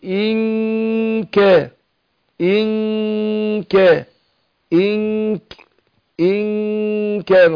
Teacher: بخفي النون هنا في نفسها عند الكاف بس مع الغنة حركتين · Term: الإخفاء